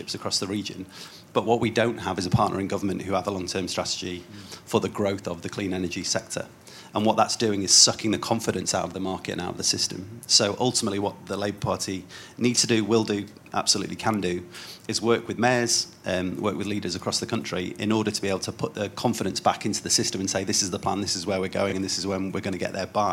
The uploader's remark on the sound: This is a live recording from the New Statesman Media Group's Path to Power conference.